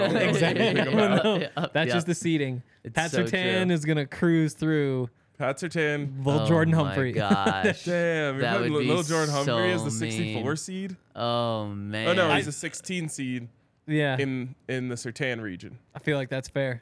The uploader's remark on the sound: coming to you LIVE from the DNVR Bar